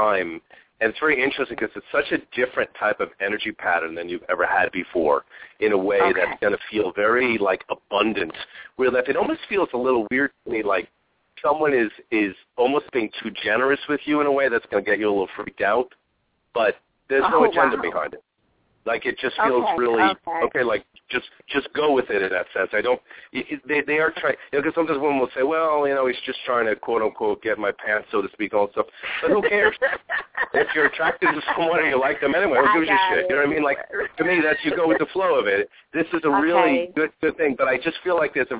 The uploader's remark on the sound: We will also open the phone lines today about halfway through the 45 minute show.